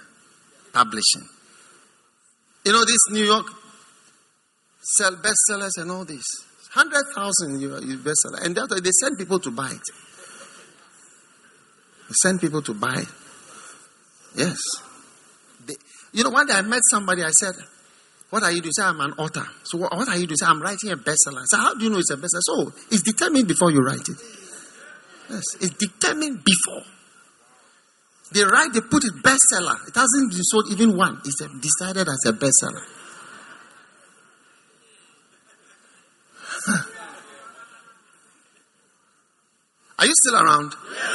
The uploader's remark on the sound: Preached at the 100 Milion Souls Campaign, Accra.